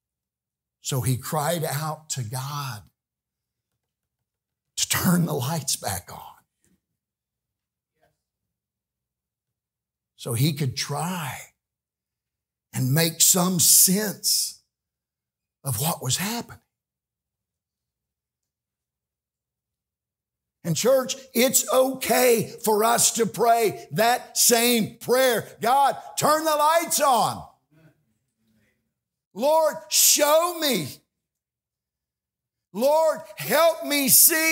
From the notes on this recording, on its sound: This message is from The REST Conference during the midweek meeting of Tabernacle Baptist Church.